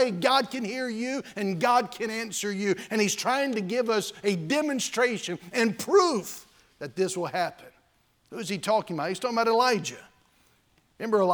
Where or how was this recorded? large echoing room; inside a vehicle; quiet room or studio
large echoing room